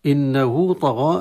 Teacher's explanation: إنه النون المشددة حكمها الغنة بمقدار حركتين، إنه طغى، هاء الصلة، هاء الضمير، هاء المفرد المذكر للغائب، مرة أخرى في هذا المثال وقع بين متحركين فنشبع الحركة فيها ويتولد عنها واو مدية تمد كالمد الطبيعي، إنه طغى.